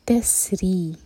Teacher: او تسری، سین پر مسل ساؤنڈ اور را باریک، را کے نیچے کسرا ہے